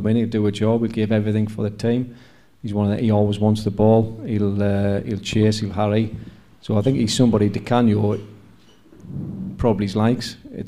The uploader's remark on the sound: Live at The Isis. This is the first live podcast we've done. We recorded in front of a live audience at the Isis, Sunderland. There may be a few pops and squeals in the wrong place, but it was live after all.